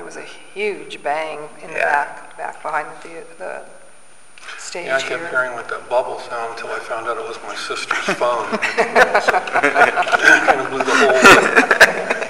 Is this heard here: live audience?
yes